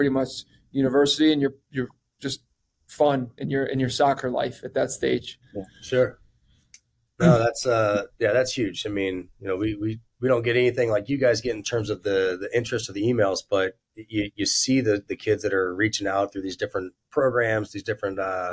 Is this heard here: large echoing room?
no